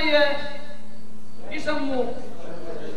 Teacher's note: لو قلنا يا يسموه شجري لانه يخرج من شجر اللسان. هذه المنطقه يسموها شجر اللسان اي وسط اللسان.